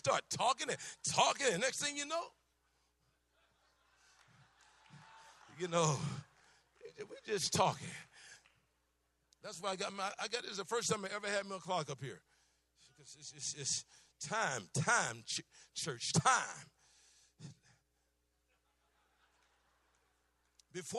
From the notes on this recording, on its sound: Preached Tuscan Conference 2014